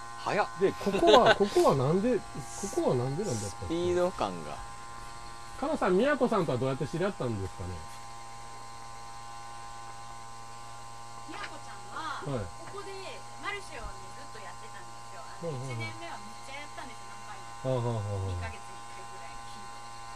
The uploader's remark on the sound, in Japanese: こどもたちが主役の、五感で楽しむイベントを田舎の古民家と自然の中で開催しました。自然に囲まれた古民家のテラスで。夏の夕暮れ。蝉の鳴き声。地元の人の営み。